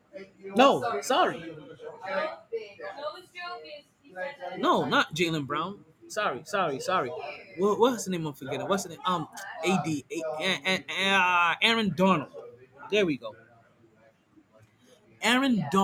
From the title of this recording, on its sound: Live From Sharkey’s, Interview in the Rain